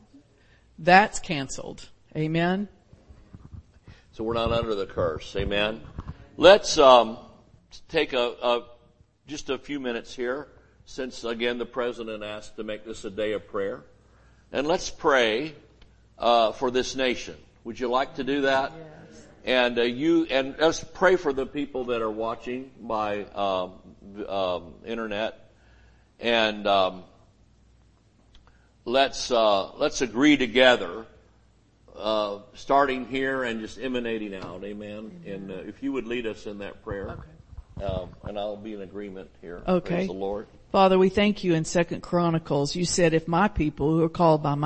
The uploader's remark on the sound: Sunday Morning Service